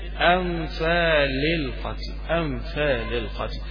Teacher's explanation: جبت الهمزة من آخر الحلق وبعدين جبت النون من الأنف وبعدين جبت اللام من اللسان، حروف بعيدة عن بعضها ما فيهاش النغمة اللي موجودة في القرآن.